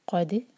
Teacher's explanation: دال پر قلقلہ، اور دال پر جب قلقلہ کریں تو اس کو ہیوی نہ بنائیں. قاف ہیوی ہے تو اس کے لیے ہمارا منہ تیار ہوتا ہے ہیوی کرنے کے لیے، لیکن دال پر جب آئیں تو نارمل پوزیشن لے آئیں.